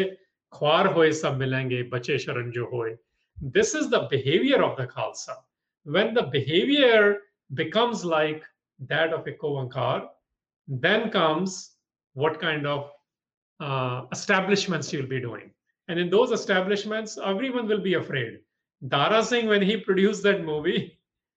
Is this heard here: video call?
yes